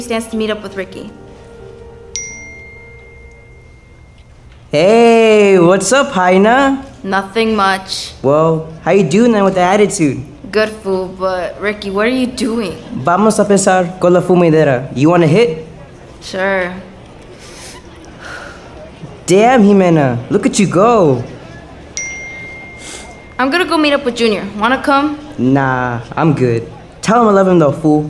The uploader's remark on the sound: "Purple" was recorded live at the Phipps Center for the Arts in Hudson, Wisconsin. The performance included the audience participating as the crowd at a soccer game and middle school students creating the sound effects.